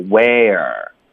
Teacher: 那这个 where 大家注意，首先要发个儿化音